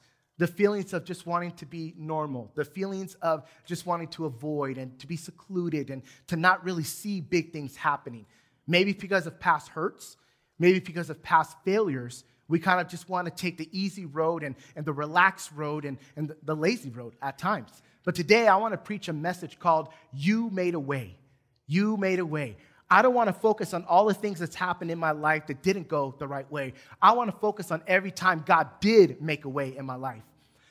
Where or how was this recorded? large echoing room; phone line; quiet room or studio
large echoing room